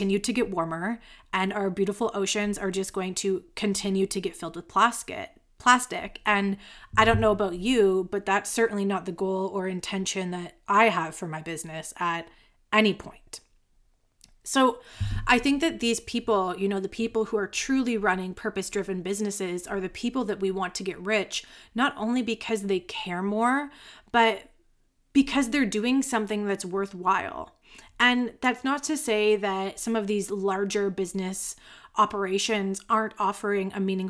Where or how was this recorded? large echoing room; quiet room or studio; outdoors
quiet room or studio